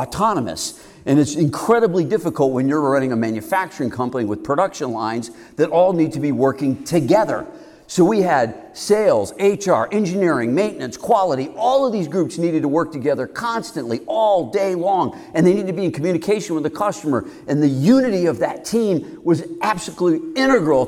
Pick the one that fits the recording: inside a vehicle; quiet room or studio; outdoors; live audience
live audience